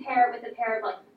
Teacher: you hear how it goes up at the end of sentences · Term: uptalk